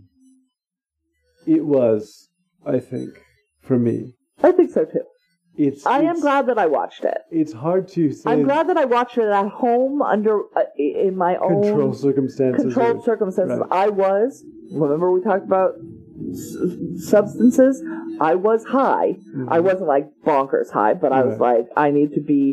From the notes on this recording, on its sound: Apologies for the sound quality - the recording location was less than ideal